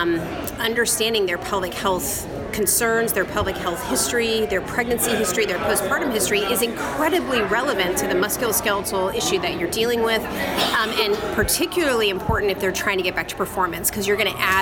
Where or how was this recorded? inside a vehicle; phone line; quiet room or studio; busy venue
busy venue